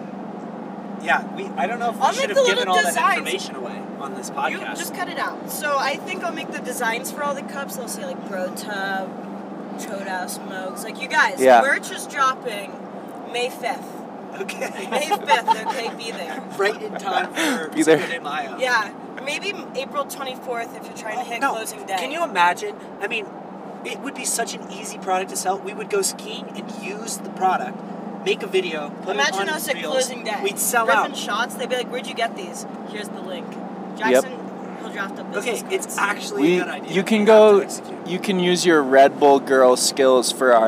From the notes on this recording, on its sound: This episode was recorded in the spring of the 22/23 season while driving up to Vail. You'll feel like you're right there in the car with us.